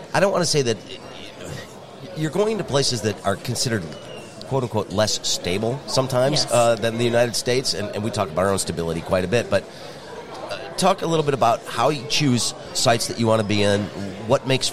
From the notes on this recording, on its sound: The two caught up at the Grand Hotel for the Detroit Regional Chamber's annual Mackinac Policy Conference.